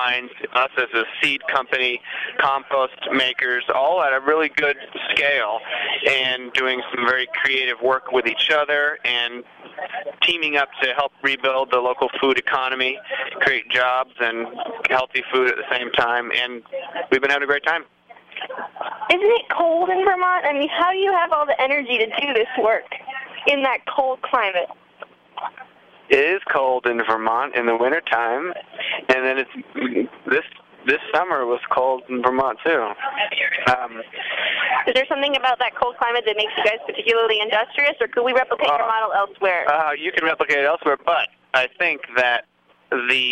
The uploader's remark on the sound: in the field from the 2009 Young Farmers’ Conference